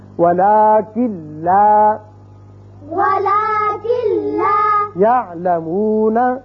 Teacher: اب پہلے ہے لام، لام کی مثال نون ساکن کے بعد ولکن لا یعلمون، ولکن لا یعلمون، اب کن لا نہیں پڑھیں گے بلکہ کاف سیدھا لام سے ملے گا، نون کی آواز پیدا یہاں نہیں ہوگی یعنی غنہ نہیں ہوگا · Term: ادغام بغیر غنہ